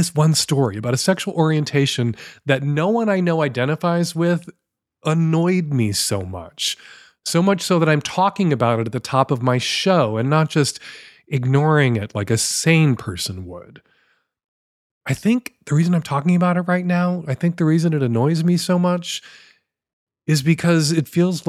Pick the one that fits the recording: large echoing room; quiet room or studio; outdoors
quiet room or studio